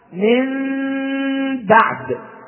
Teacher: تقلب هذه النون الساكنة أو التنوين ميما بغنة مع الإخفاء · Term: القلب